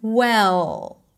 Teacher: When the L is at the end, there's that extra dark sound for the dark L. But for now, only concentrate on keeping contact between the tip of the tongue and the upper palate.